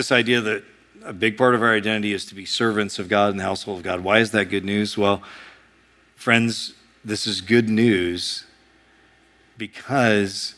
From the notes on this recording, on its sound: A sermon preached at Sojourn East